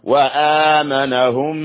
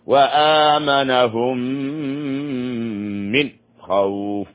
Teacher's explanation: ميم مع ميم إدغام متماثلين لابد من وجود الغنة نقطار حركتين، والغنة تنطق من الخيشوم.